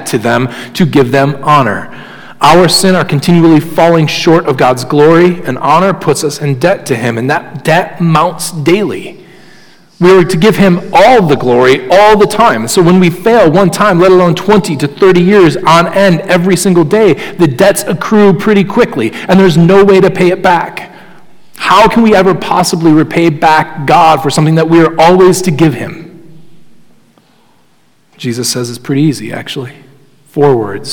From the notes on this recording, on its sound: Sermon Audio from Crossway Christian Church.